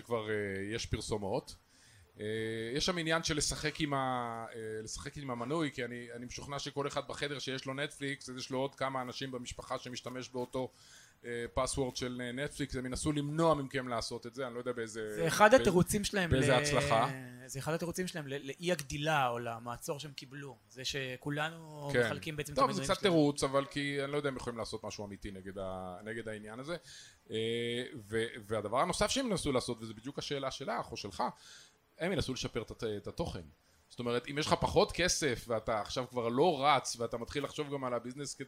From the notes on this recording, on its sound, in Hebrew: התקיים בתדר בתל אביב אירוע גדול של הארץ - דה מרקר ובו הקלטנו פודקאסט משותף לתרבות יום א' ולאינטרסנטים. האולם היה מלא עד אפס מקום.